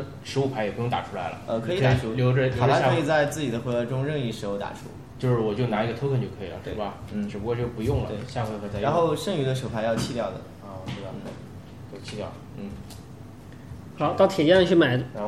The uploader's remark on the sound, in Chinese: 在Joypie的实体店体验了一把《命运之手：严酷的试炼》，并把当时游戏的现场以音频形式带给大家！